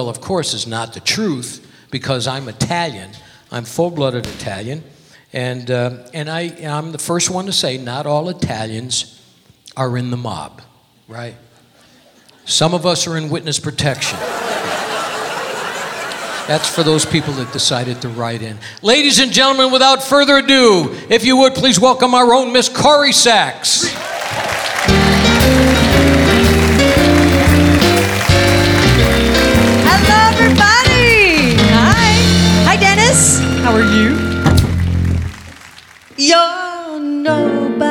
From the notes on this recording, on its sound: Live at the SouthPoint Casino.